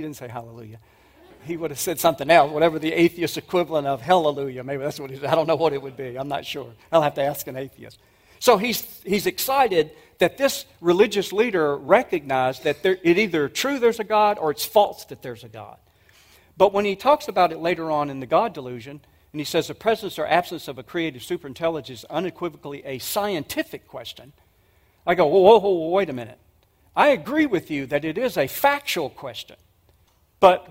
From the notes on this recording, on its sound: 2023 Apologetics Conference. This was a message presented at the 2023 Evidence and Answers conference.